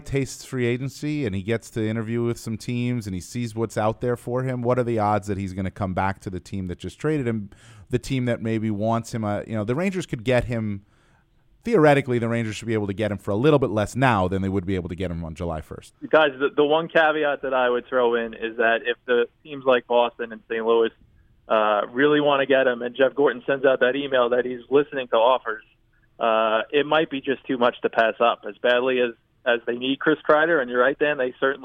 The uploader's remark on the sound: hops on the line